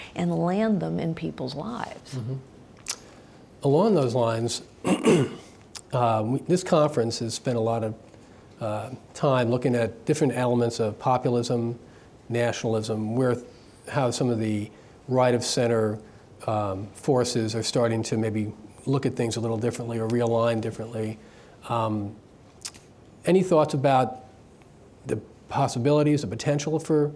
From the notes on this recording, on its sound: In this special live taping of Uncommon Knowledge, at the National Review Institute’s Idea Summit